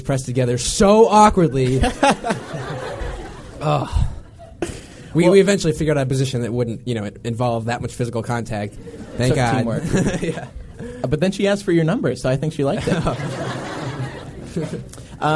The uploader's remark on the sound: LIVE in New York City! Conducted interviews from the red carpet.